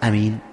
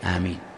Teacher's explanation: أنه يمد الألف ويخفف الميم مكسورة غير مشددة · Shown in: second take · آمين، وأيضا يمد بها صوته.